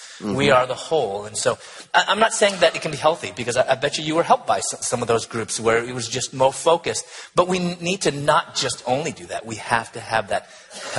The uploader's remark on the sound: on a panel at the 2014 National Conference